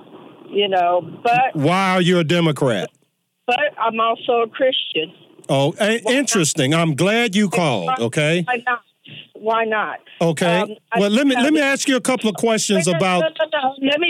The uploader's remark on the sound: Entertains lively audience calls.